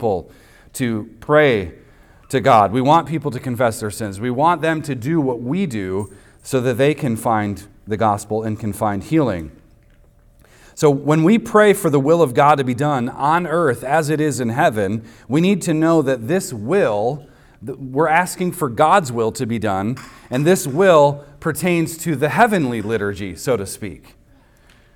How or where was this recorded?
large echoing room